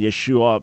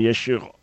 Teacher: the original pronunciation, Yeshua, became Yeshu, and the final stop, the glottal stop, wasn't clearly heard